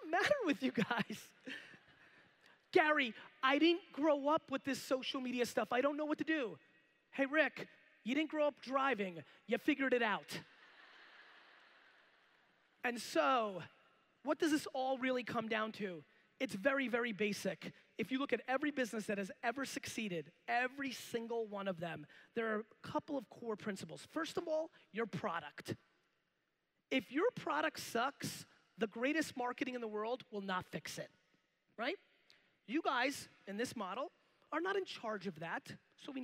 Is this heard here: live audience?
yes